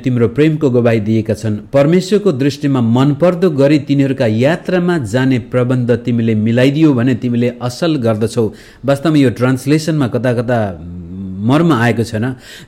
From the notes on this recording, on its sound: Message preached to Shanti Jeevan Church, Kathmandu, Nepal